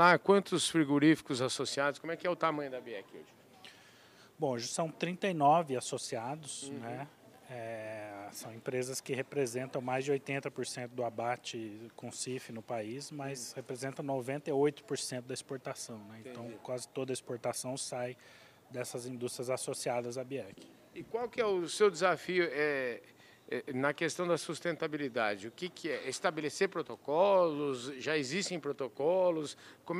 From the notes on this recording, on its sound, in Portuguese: prosa gravada durante o “Diálogos Boi na Linha”, evento promovido pelo Imaflora